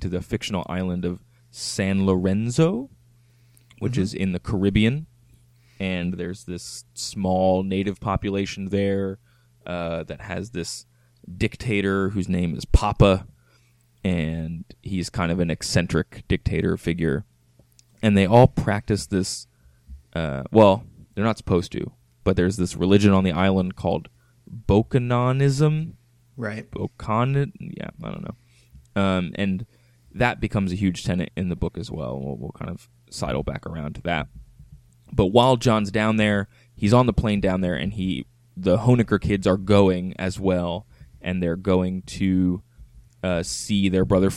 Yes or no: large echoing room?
no